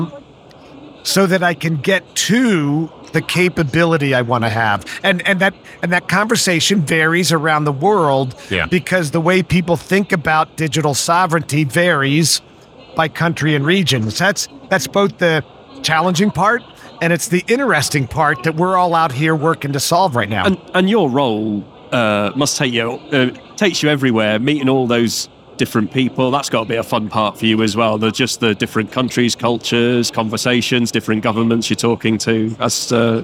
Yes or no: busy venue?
yes